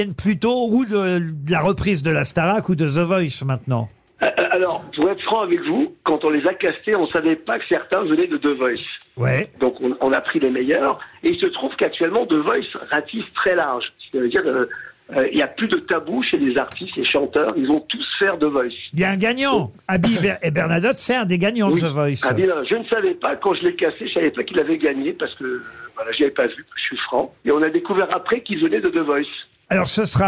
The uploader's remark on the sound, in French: LE COUP DE FIL DU JOUR. Était au téléphone des Grosses Têtes ce 26 octobre.